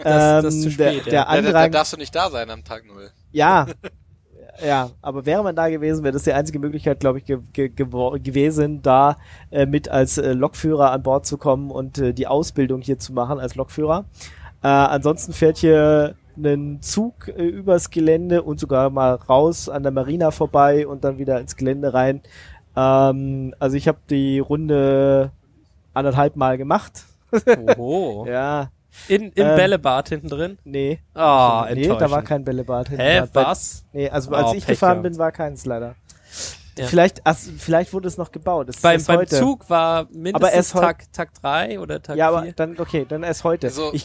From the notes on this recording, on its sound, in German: Live vom CCCamp 2023 aus Mildenberg in Brandenburg.